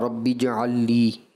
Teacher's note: ایسا لگا لام اور نون کا آپ نے ادغام کر دیا